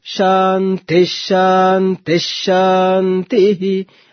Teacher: most of the mantras end with Shanti coming downward. Lower pitch, Anudatta, Shanti, Shanti, Shanti, and third one, not coming down.